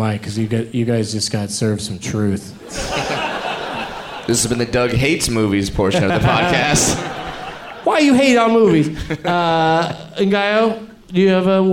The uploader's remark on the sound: Live from Cobb's Comedy Club in San Francisco on All Hallow's Eve Eve